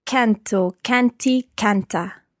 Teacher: Just watch the stress of canto, canti, canta, the stress on the first syllable there.